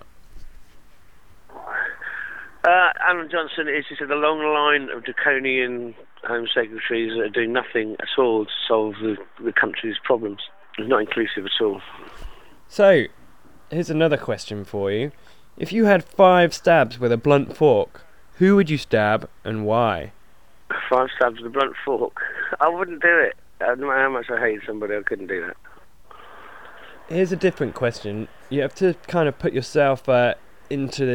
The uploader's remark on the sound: first telephone interview